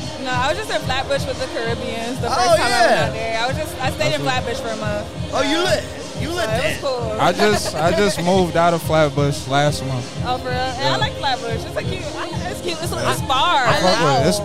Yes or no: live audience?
yes